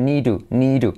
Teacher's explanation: Ese need to, la T se convierte en semiclave, need to, need to. Una T como R suave